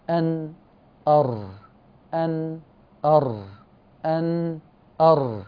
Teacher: لاحظوا وأنا بقول أن بخبط بطرف لساني، لكن لما قلت أر ده انا اتجهت لاعلى شويه، رحت ناحيه الظهر، طلعت على صفحه الطرف اللسان من فوق جهه الظهر.